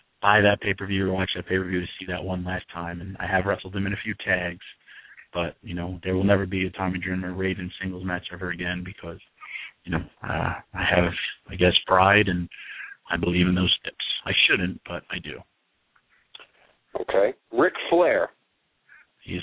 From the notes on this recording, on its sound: of course YOUR phone calls